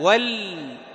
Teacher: انتبه أن تكسر اللام، تقول وليتلطف، ولي هذا من الخطأ، ول تسكن اللام